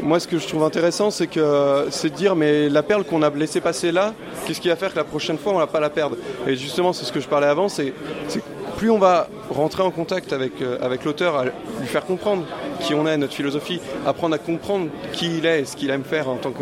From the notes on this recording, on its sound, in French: Interviews réalisées au festival international des jeux de Cannes édition 2017.